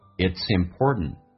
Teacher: it's 跟 important 有一个连音